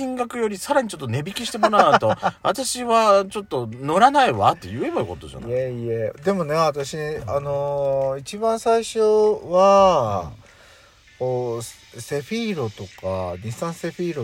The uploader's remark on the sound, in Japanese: 2人組。パーキング収録。